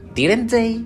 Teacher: when we are not sure of the answer, the voice goes up